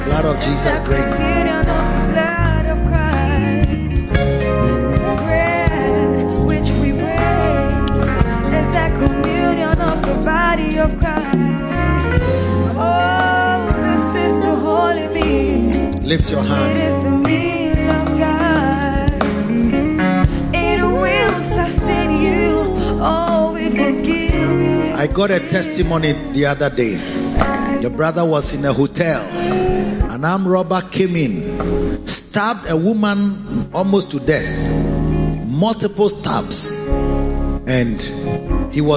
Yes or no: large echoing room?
yes